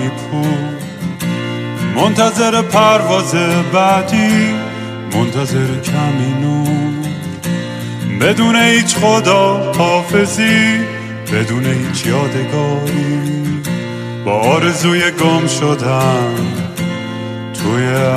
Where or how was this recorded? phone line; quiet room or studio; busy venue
busy venue